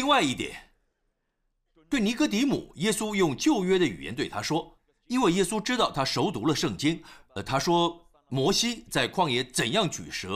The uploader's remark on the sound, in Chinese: 湖木教会现场实录